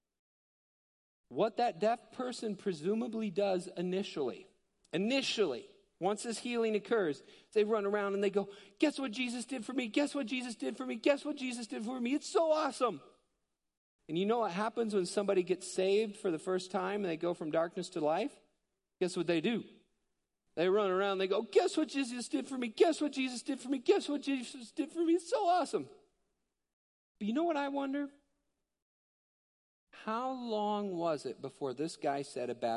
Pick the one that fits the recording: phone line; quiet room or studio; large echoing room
large echoing room